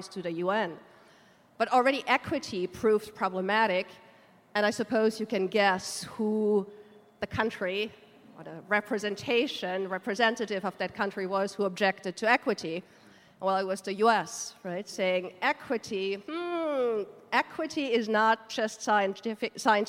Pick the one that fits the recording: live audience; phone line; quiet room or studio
live audience